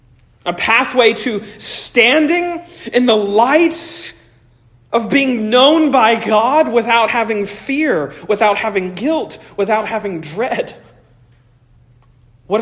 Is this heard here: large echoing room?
yes